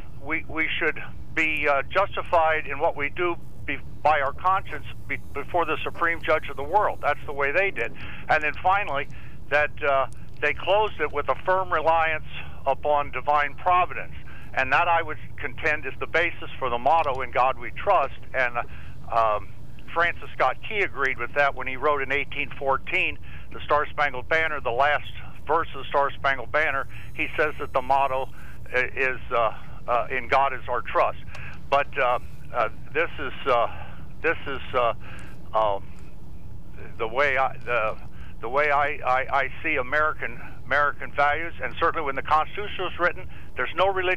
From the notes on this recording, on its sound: Then vibrant open phones. During open phones.